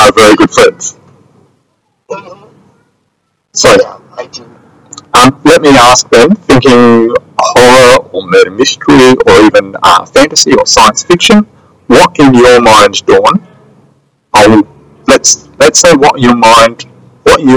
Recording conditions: poor sound quality